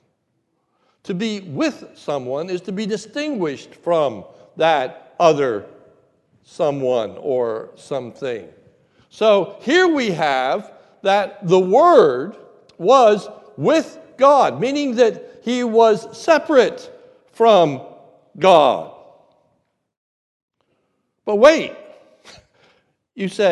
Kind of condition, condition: setting, large echoing room